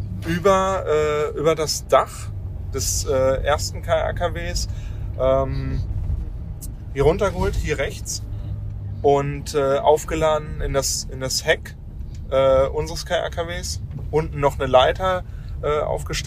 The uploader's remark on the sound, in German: In Erftstadt, Ortsteil Blessem, wo die Reste der Burg neben der Kiesgrube standhaft geblieben sind. Während seiner Reportage-Reise durchs Ahrtal und entlang der Erft aufgenommen hat.